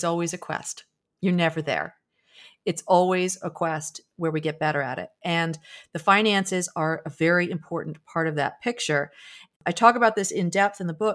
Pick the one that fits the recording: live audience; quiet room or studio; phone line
quiet room or studio